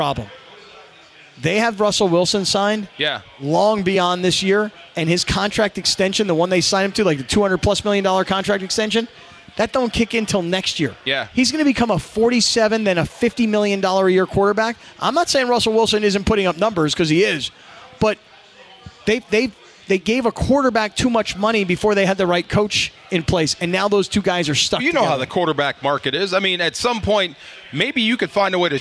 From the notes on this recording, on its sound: We are live from The 909 Sports Bar at Yaamava Resort & Casino